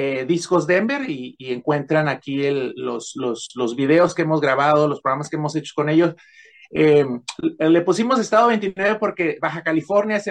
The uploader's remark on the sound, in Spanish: Charlamos via zoom